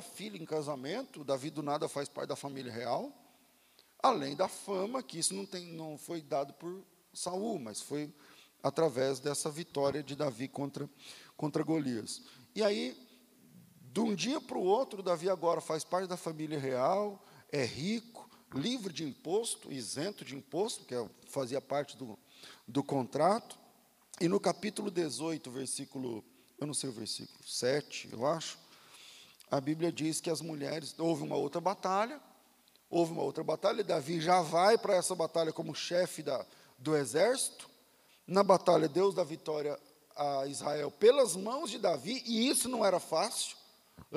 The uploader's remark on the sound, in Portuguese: Culto ao vivo